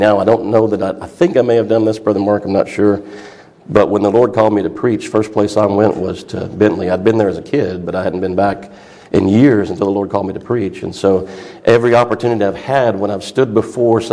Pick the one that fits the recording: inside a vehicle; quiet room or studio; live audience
live audience